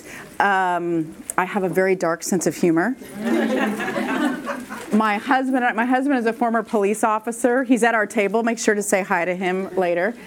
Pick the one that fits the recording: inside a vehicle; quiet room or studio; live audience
live audience